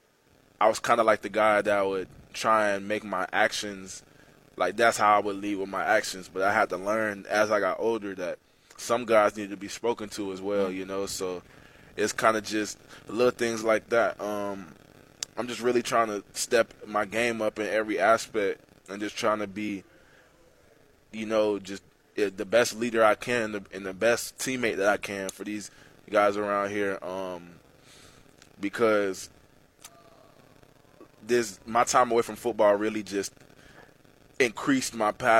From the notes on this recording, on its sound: Live from Arkansas State Media Day. Live from the Centennial Bank Athletics Operations Building for Arkansas State football Media Day.